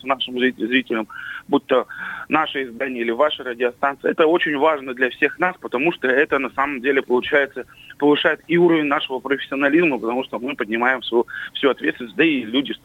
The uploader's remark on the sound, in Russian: По телефону